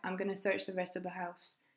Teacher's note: So we've got disappearing sounds, I'm sounds like am, relaxed sounds on the and joining sounds between rest and and the squashed expression going to that sounds like gonna